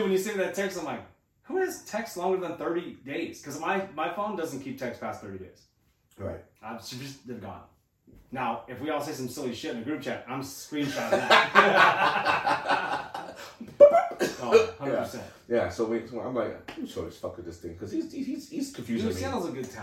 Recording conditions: poor microphone